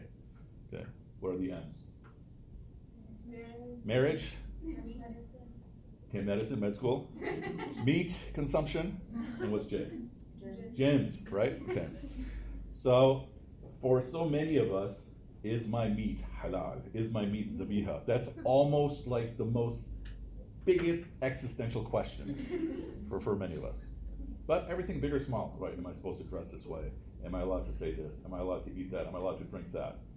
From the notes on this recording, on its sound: Loyola - Lecture. Lecture to the students.